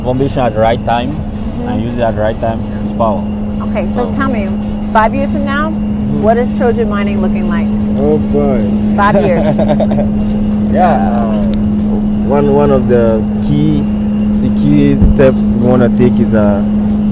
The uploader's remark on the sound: Live from Africa Bitcoin Mining Summit- Part 2 (Gitugu, Kenya Site Tour).